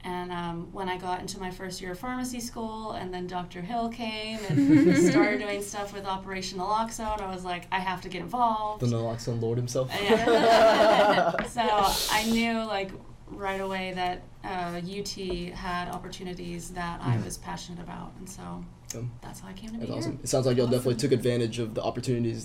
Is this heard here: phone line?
no